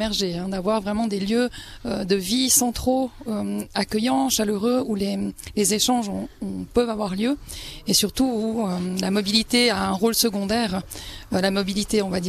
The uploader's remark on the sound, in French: Morgins. Emission en direct de la place du village.